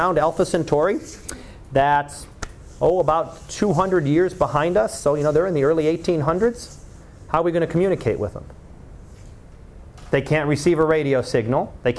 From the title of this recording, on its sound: Live Class Lecture